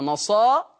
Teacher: ورش هيقلل هذه الألف قولا واحدة نصارى · Term: تقليل